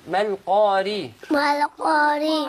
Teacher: را كسرة ري حكمها الترقيق